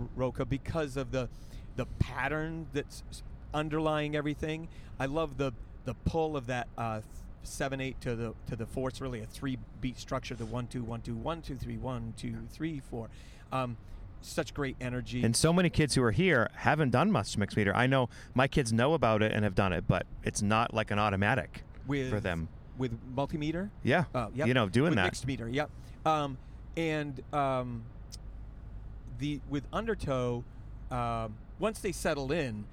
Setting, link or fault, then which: setting, inside a vehicle